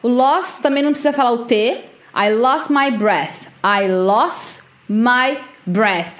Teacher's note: Não precisa falar o T do lost